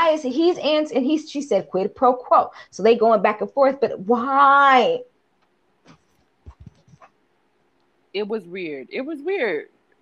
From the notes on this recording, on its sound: Glitchy AF, apologies.